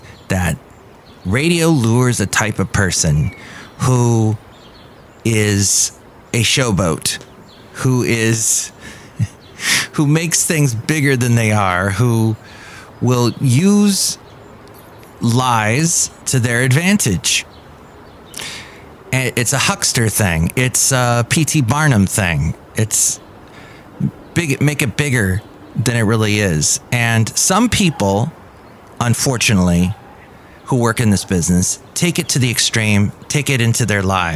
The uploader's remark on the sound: podcasts live from Café Anyway